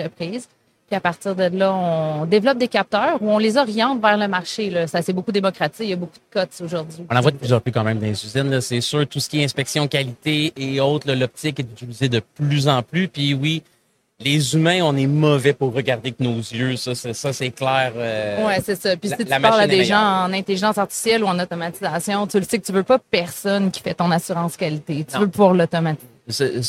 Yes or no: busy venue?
yes